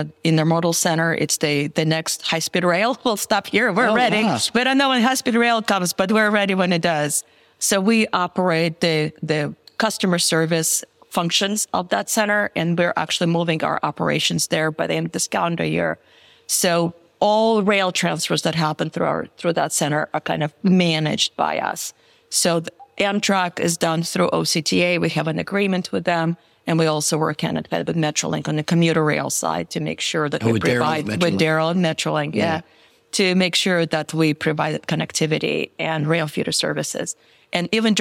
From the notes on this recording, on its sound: Recorded live at APTA Tech